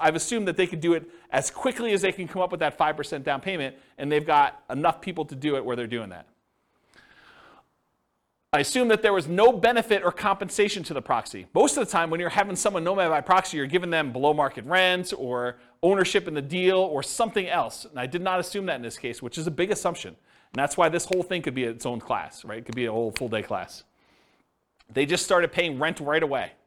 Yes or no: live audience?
yes